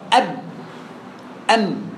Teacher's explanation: وتنطبق الشفتان مع الباء والميم · Term: انطباق